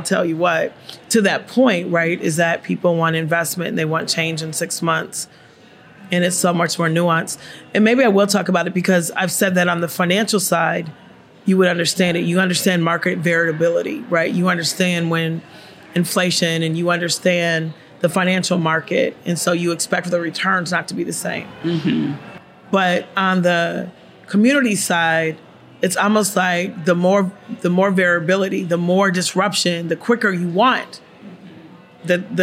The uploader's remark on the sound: recorded during the "Portraits of Us" Book Launch Celebration